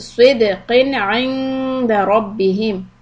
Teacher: Dal sukun qalqala and Qaf ends with Idhar because next alphabet is Ayn from the Halaq